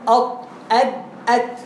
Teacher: طرف اللسان مع أصول الثنائي العليا أط أد أت. على الرأي ده بيقول إن الحروف الثلاثة دول بيطلعوا من نفس المكان.